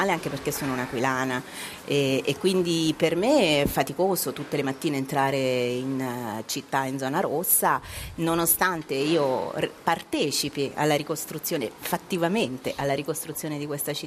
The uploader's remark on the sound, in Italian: In diretta da piazza Duomo a L'Aquila.